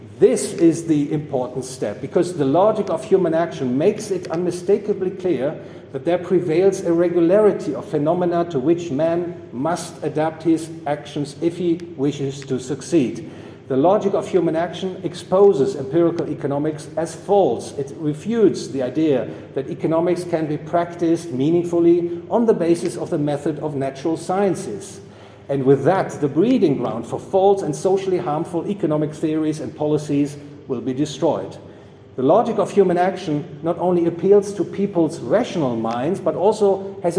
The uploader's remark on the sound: recorded 17 September 2022 at the Property and Freedom Society, Bodrum, Turkey.